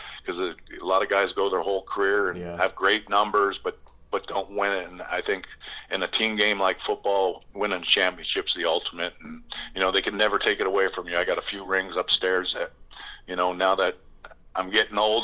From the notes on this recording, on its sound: on the phone